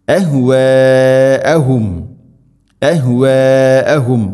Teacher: അഹ്വാഅഹും അഹ്വാഅഹും മദ് മുത്തസിൽ, മദ്ദിൻ്റെ അക്ഷരമായ അലിഫിന് ശേഷം ഹംസ അതേ പദത്തിലാണുള്ളത്. നാലോ അഞ്ചോ ഹർക്കത്തിൻ്റെ ഖദറിൽ നിർബന്ധമായിട്ടും നീട്ടണം. അഹ്വാഅഹും അഹ്വാഅഹും മീം ബഅദി സുക്കൂനുള്ള മീമിന് ശേഷം മീം ഇദ്ഗാമു തമാസിലൈൻ മീമിനടുത്ത മീമിലേക്ക് ദഹം ചെയ്ത് മണിച്ചുകൊണ്ട് ഉച്ചരിക്കണം.